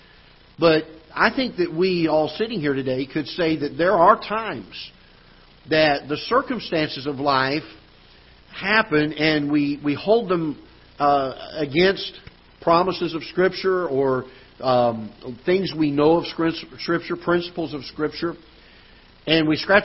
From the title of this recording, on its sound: Ketha Heights Baptist Church ~ Live Broadcast